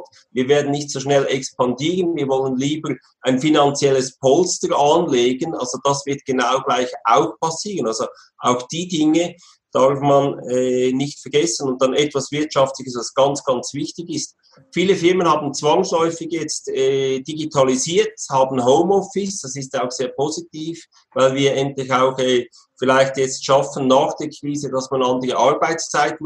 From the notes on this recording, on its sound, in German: Die Veranstaltung fand online über die Anwendung «Zoom» statt.